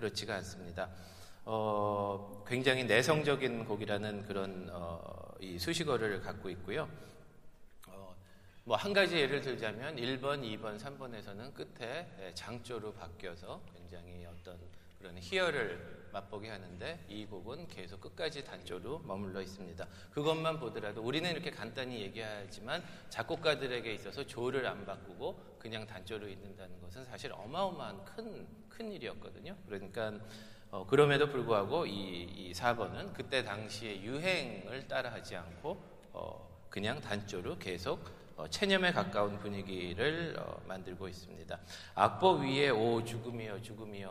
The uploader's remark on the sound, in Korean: 토요콘서트 실황